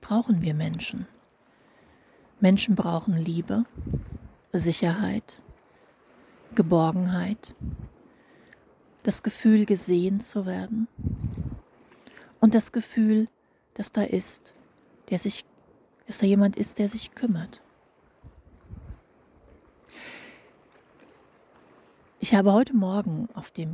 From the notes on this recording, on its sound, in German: Dieser zweiten Sabbatical Podcast Folge, die ich auf einem Steg im Meer sitzend in einer FastVollmondNach für euch live eingesprochen habe.